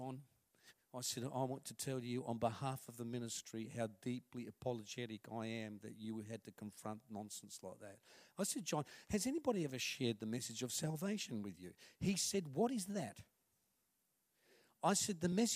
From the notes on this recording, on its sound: This message was recorded on 19/05/2019 at River Edge Church, the 11am gathering.